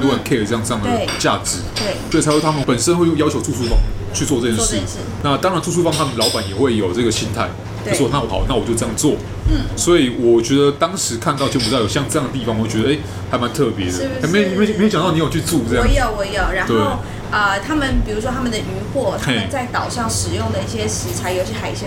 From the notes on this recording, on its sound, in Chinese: 錄音地點： SUGARbISTRO 小食糖